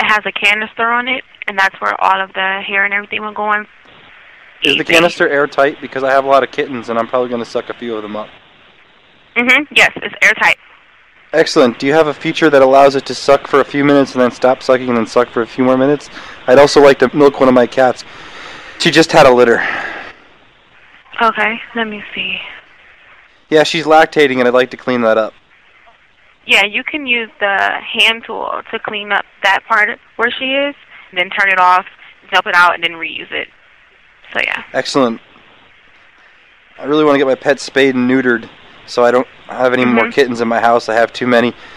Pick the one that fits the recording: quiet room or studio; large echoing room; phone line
phone line